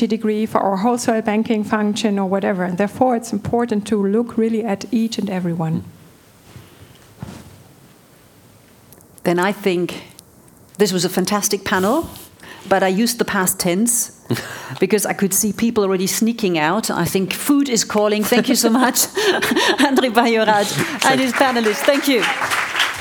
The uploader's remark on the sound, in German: Digital Finance Conference der Bitkom. Live vor Ort zu sein.